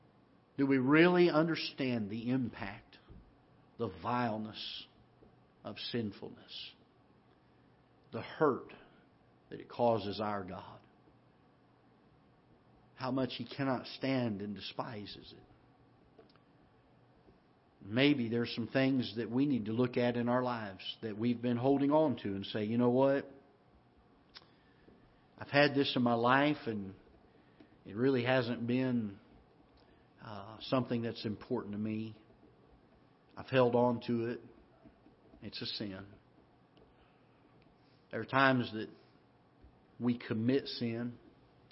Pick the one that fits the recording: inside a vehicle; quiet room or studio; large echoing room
large echoing room